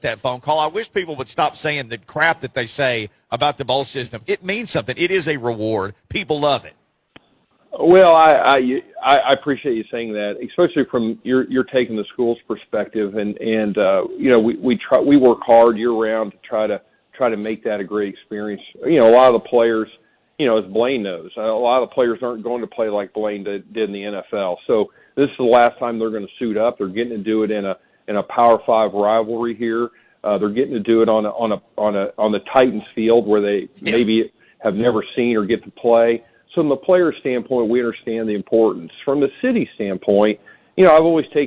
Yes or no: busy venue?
yes